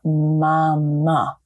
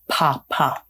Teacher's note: first kind of audible phonemes use the lips and are some sort of bilabial, mama, so bringing the lips together, or papa, letting those lips kind of explode.